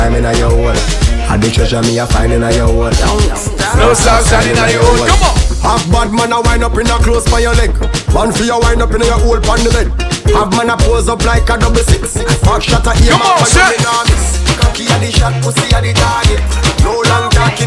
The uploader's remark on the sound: LIVE AT WE LIT DR (Santo Domingo )